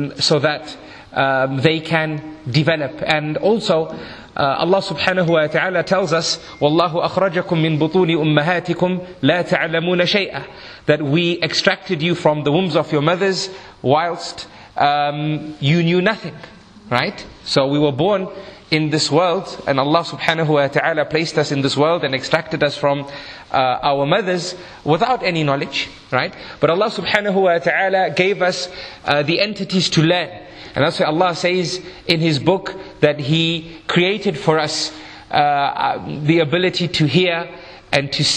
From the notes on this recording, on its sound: This is a recording from a 3 part seminar. Held in Harare Zimbabwe in August 2015.